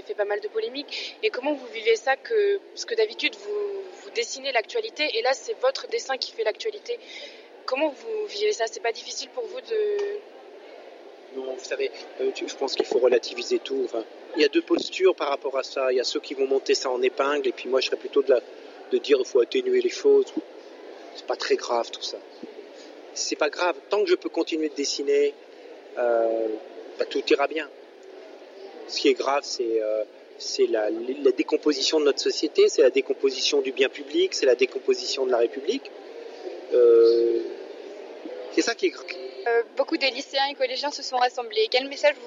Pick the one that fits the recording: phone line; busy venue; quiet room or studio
busy venue